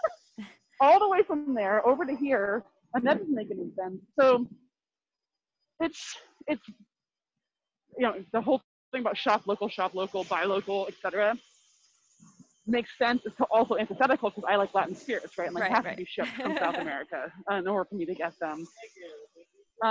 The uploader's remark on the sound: We had a pretty bad connection, but above is our brief conversation, which got cut off right at the end.